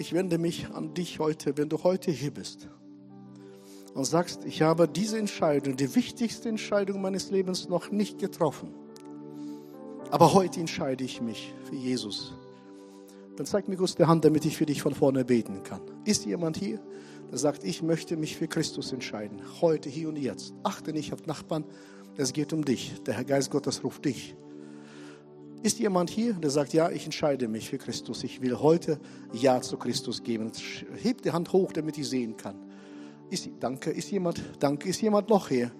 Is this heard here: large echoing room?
yes